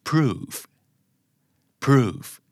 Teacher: ออกเป็นเพมากกว่าเปะและอย่าลืมเสียงเฟต่อท้ายนะครับ